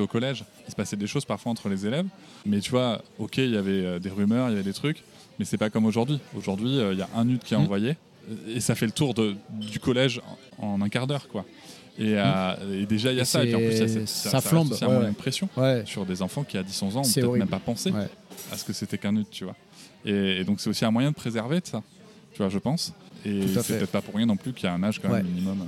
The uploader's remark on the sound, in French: Nous nous retrouvons plus tard au début de l'été au restaurant Le comptoir de l'arc où nous allons déjeuner et enregistrer.